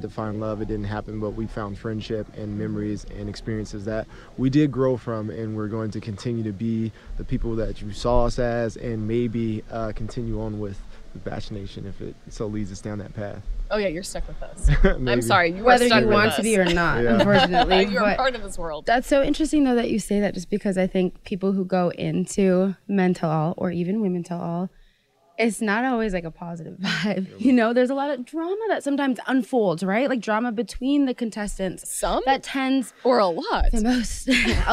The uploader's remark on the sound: LIVE from ‘Men Tell All’